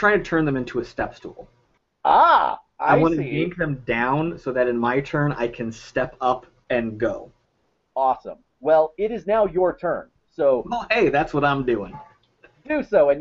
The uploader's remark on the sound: This Campaign series is being recorded using Google Hangouts and the roll20.net plugin.